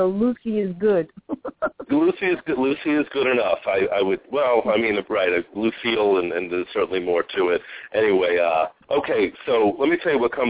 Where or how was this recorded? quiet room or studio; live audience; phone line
phone line